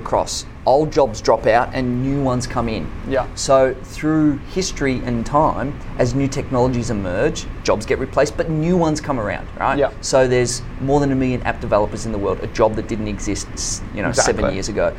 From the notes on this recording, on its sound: This interview was recorded at CeBIT Australia, the Asia Pacific’s largest and longest running business technology event.